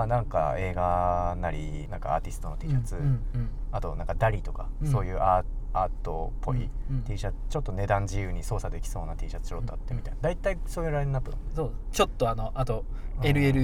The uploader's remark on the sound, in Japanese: POPEYE Webに関わる編集チームらが普段おこなっているリアル通常業務（リサーチデー）の移動中を録音したまったりドライブ回となっています。